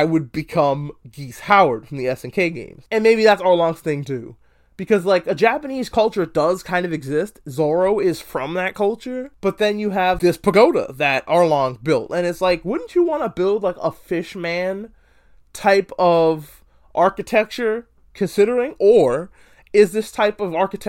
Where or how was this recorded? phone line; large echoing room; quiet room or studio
quiet room or studio